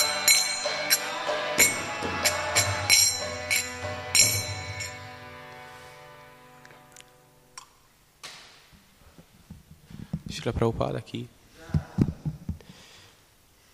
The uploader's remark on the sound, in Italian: in diretta dal Tempio di Villa Vrindavana